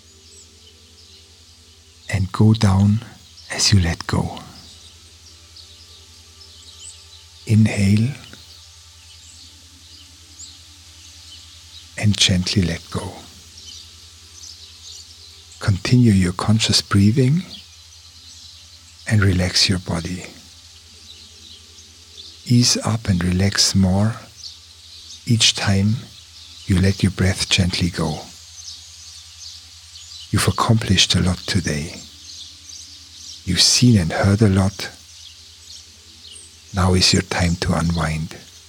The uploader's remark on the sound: Vishnu Temple. Today we hear birds that I recorded at the temple.